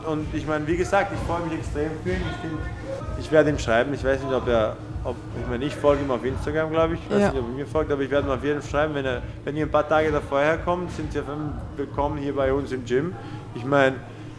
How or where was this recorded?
busy venue